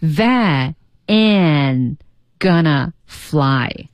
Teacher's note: That ain't 失去爆破 gonna fly 啊 going to 连读成了 gonna 啊 gonna